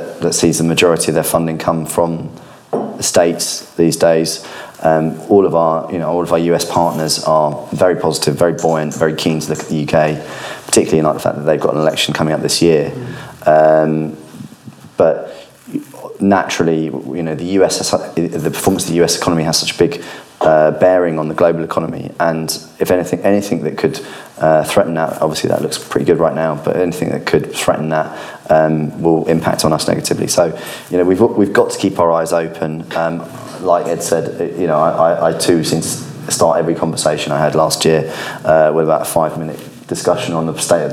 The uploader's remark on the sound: our first LIVE podcast recording